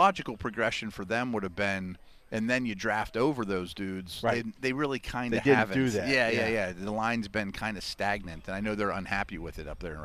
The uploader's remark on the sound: The Drive Live from OTA's Day 7